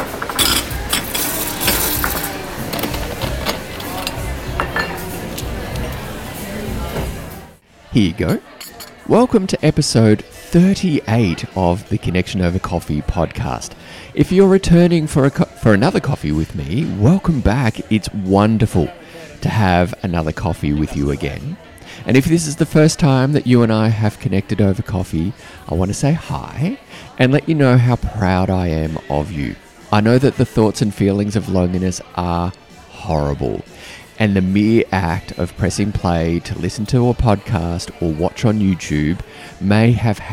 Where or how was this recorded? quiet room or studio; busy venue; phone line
busy venue